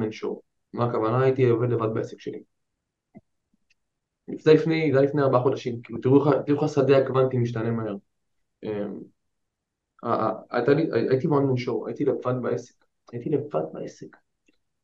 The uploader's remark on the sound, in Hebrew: אני בהרצאת ZOOM